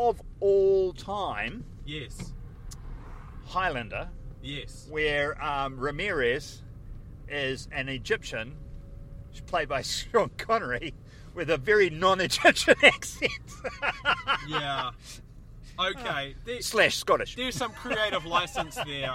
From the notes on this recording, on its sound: We were at Fieldays for another year. We decided to record our normal podcast while there.